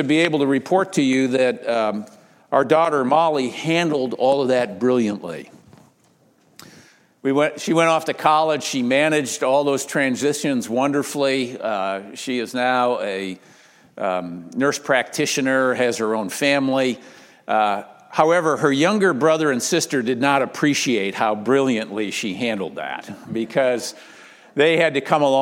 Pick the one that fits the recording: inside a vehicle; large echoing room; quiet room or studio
large echoing room